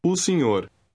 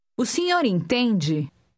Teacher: Note how lightly the initial o of o senhor is pronounced.